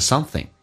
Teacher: Something 这个单词，那有很多种方式来说。第一个是 ing 形式，可以说成 in,前鼻音的形式